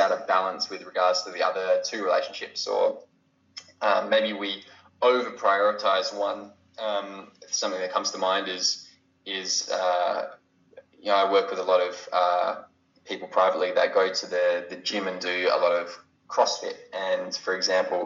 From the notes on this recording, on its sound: Skypes all the way to Australia